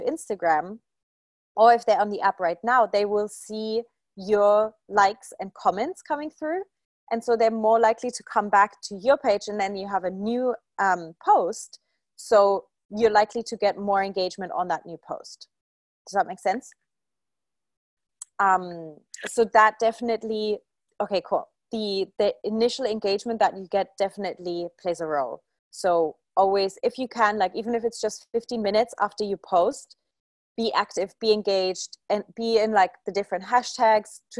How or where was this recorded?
video call